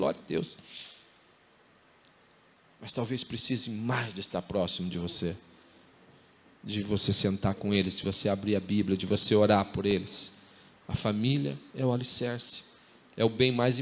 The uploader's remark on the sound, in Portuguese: em nosso Culto de Celebração onde estamos trabalhando como tema o Mês da Família, dia 06/09/2020 na Igreja ABA Curitiba (Transmitido ao vivo)